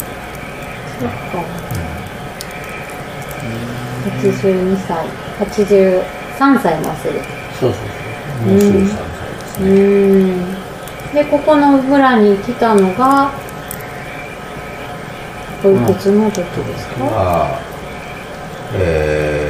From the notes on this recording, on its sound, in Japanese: 高尾いろりの間にて。自宅の民家で、囲炉裏の火を囲みながら酒を飲み交わし、外の虫と蛙の大合唱、さらに雨が重なりワイルド感ただよう収録をお楽しみください〜。